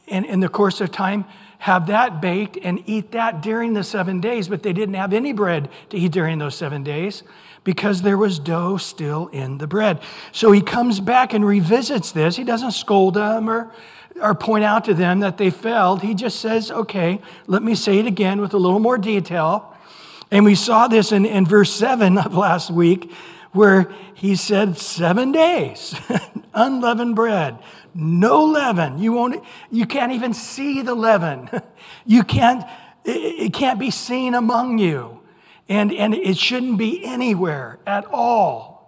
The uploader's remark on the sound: Recorded at Calvary Chapel of Los Alamitos on June 28 2023 on Wednesday evening sermon. Recorded at Calvary Chapel of Los Alamitos on June 28 2023 on Wednesday evening sermon.